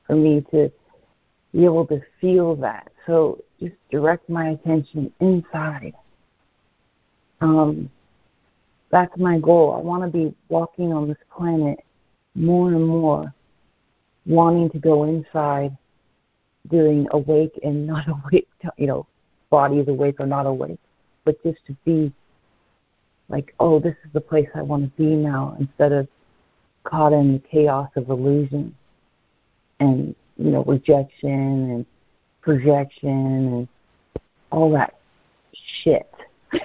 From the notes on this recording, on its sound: ACIM Daily Conference Call